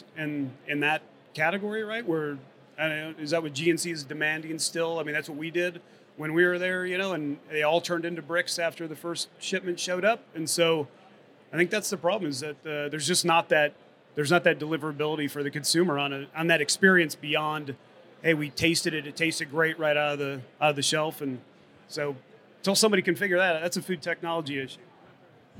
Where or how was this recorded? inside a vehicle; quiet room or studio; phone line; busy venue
busy venue